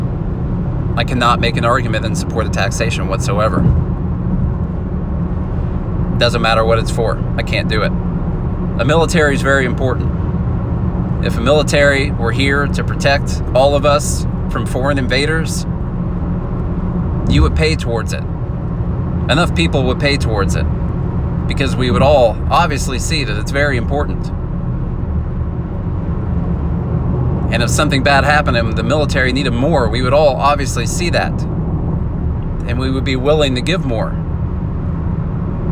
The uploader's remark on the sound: Sorry about the audio quality- I’m traveling and you get all the road noise in the background!